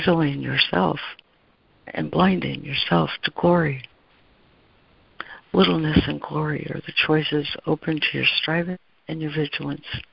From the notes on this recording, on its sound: ACIM Daily Conference Call